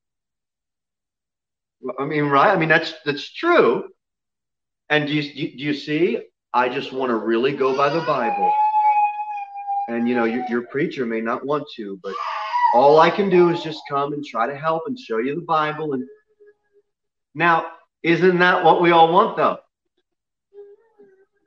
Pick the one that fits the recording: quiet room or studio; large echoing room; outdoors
large echoing room